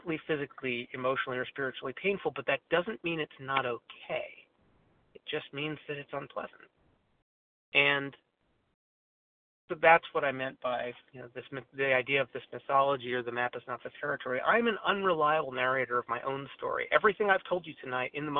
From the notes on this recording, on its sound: 100 Pounders Phone Meeting, 1/28/23